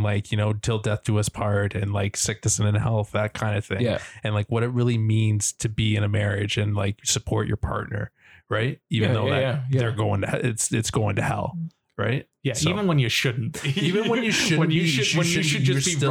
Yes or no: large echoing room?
no